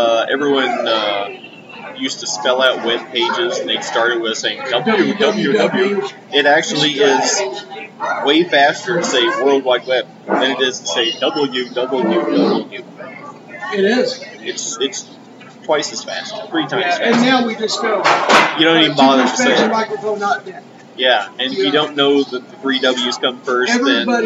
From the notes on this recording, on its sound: live from the city market!